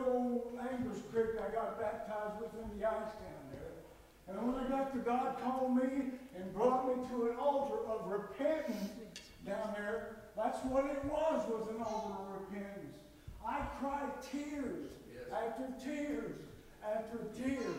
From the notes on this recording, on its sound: NOTE: turn up volume to hear message, he didn't wear the microphone